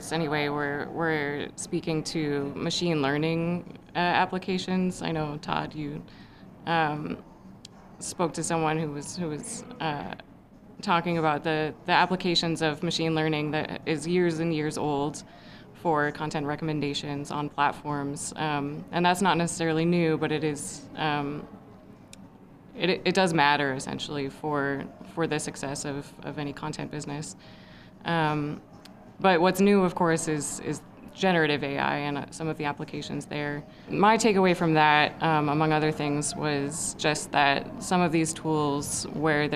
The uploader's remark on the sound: Produced on the ground at the Consumer Electronics Show in Las Vegas